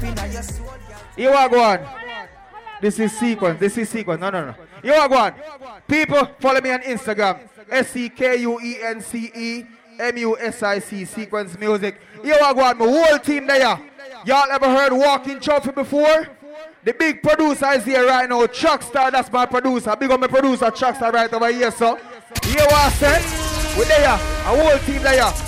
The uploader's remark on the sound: LIVE AT ISLAND SATURDAYS